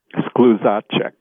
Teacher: Just put the accent on the second syllable and you will be 100%.